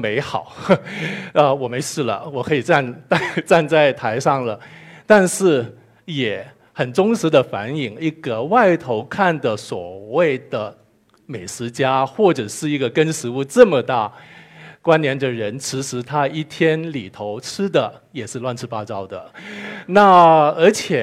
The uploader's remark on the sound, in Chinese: 一席现场